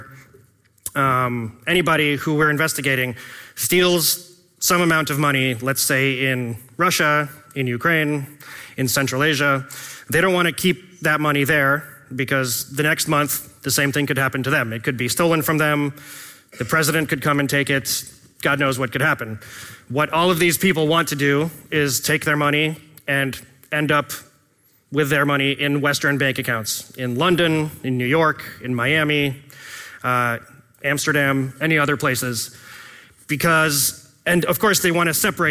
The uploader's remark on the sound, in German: Mitschnitt von der DOSSIER-Konferenz 2023